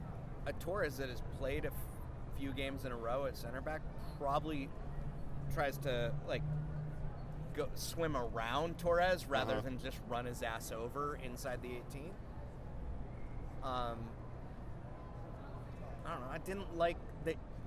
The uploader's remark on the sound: In-match audio from New England and Toronto at home. Some interviews post-Toronto.